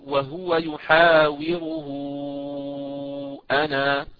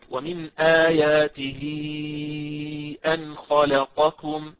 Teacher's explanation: طالما أن هاء الضمير هذه تبعها همزة ستمد بمقدار 4 5 حركات وتسمى مد صلة كبرى